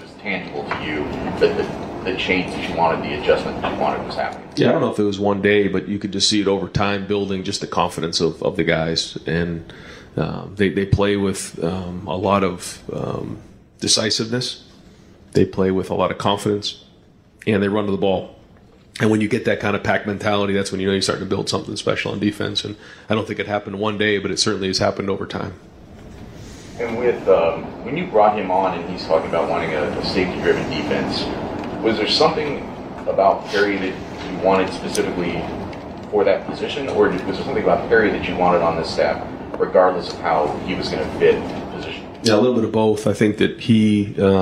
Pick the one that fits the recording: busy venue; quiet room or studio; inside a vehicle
busy venue